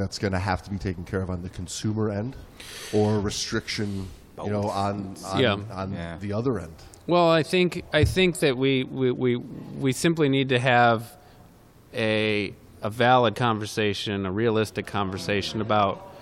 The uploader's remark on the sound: live from the 2023 Thunder Bay International Film Festival